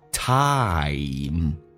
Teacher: I 这个发音先发啊，再发一，滑动到一这个发音